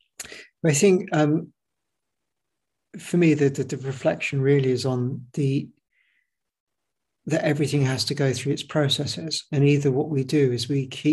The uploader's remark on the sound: The webinar was recorded in July 2022.